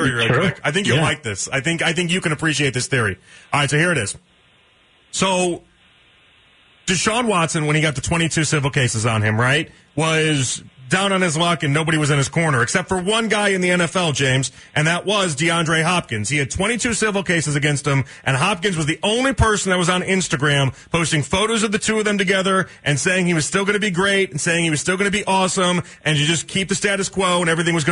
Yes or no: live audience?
no